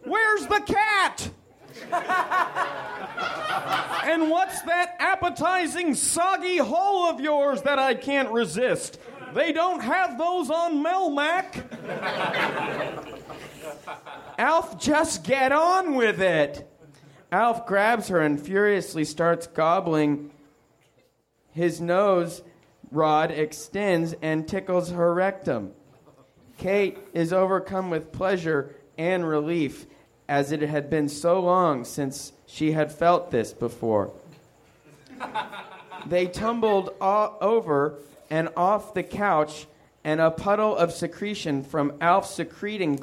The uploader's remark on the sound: Recorded at Nerdmelt Theater, Oct 16 2013.